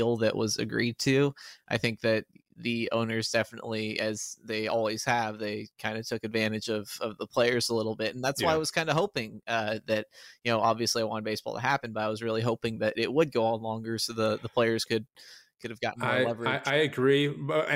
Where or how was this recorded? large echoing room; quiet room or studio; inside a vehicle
quiet room or studio